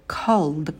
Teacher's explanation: в конце звонкий звук «д». Не оглушайте его.